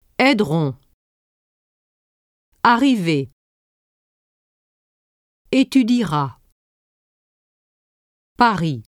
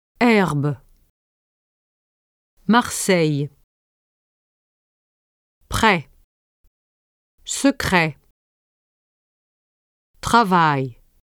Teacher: When in between two vowels, R is pronounced more softly than when it occurs next to a consonant sound, especially P, T, and K.